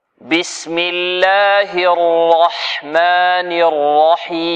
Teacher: لازال هناك ضعف الراء. الراء لابد من تفخيمها تفخيما جيدا بارتفاع اقصى اللسان